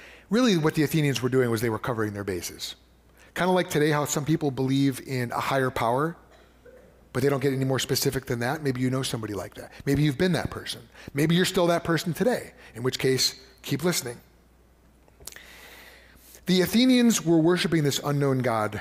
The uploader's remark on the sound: preached at Fox Valley Christian Church in December of 2023